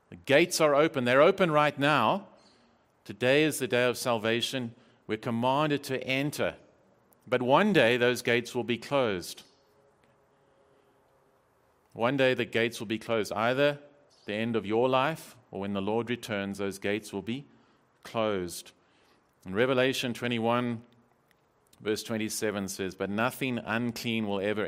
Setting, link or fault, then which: setting, large echoing room